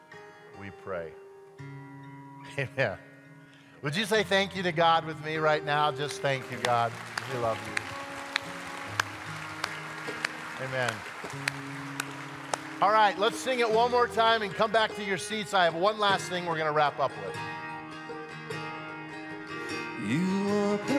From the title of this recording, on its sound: at Timberline Church